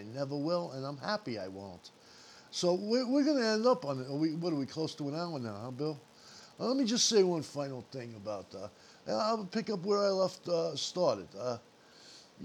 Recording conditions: background noise